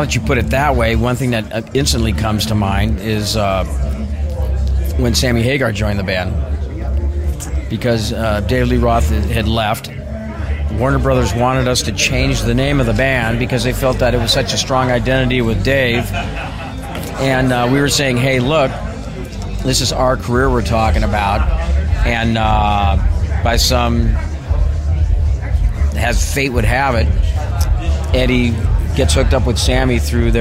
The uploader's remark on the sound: In Anaheim at the NAMM show, a major annual event that its organizers describe as the world’s largest trade-only event for the music products, pro audio and event tech industry. On-location episode.